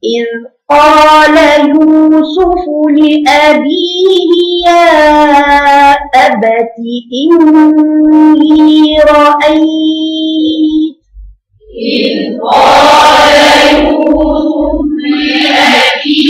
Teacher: ما تقلقيش الذال وما تقوليش إذ ولا تشددي الذال، تقول إذ قال اثنين غلط بس فيها رخاوة بدون تكلف.